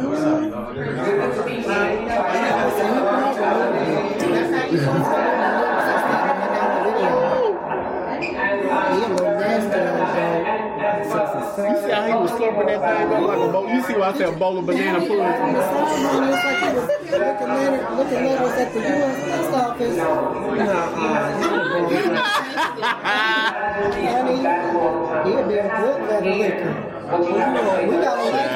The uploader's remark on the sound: Live In Broadripple. Record our first live audience taping and pop off my annual Fall Party/Wine Tasting event.